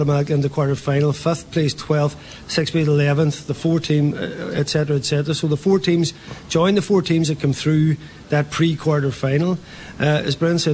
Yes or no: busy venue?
yes